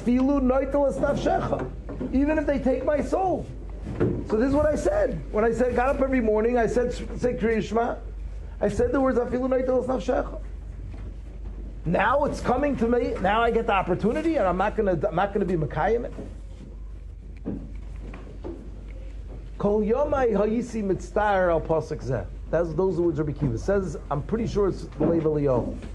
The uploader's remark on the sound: Shiur recorded in Yeshivas Ohr Reuven, Monsey, NY.